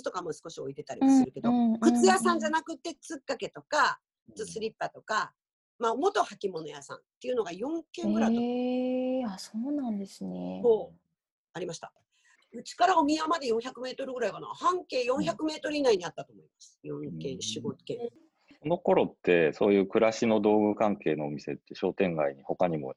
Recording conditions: video call